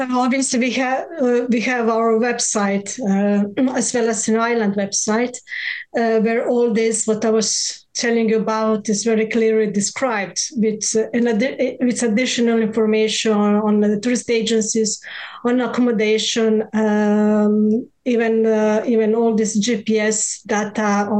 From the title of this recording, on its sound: Virtual RoadShows Panel